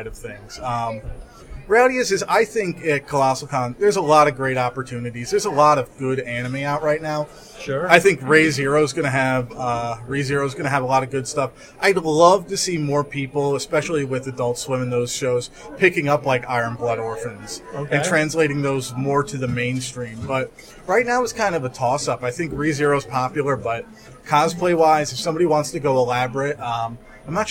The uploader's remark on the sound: Zipcon 2017 Street Interviews. The Action Comedy Nerd Show live show appeared at Zipcon 2017 at the University of Akron.